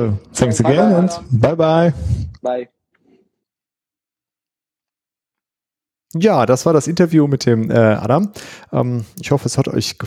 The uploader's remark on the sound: We did the interview in an Instagram Live session and this is the recording of it.